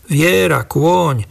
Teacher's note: prítomnosť dvojhlások, je uo, ktoré vo výslovnosti vnímame aj ako predlžené